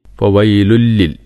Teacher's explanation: ഫവൈലുല്ലിൽ തൻവീന് ശേഷം ലാമാണ്. അപ്പോൾ ഇദ്ഗാം ബിലാഗുന്ന.